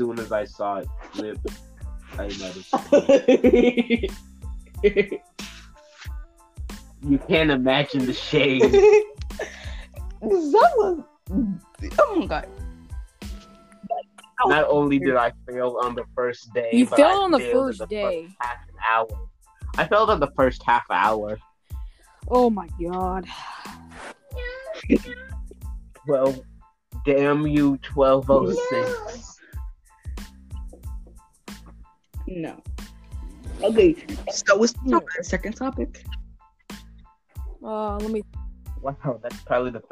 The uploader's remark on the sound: audio we didn't notice till the last minute there's nothing we can do about it now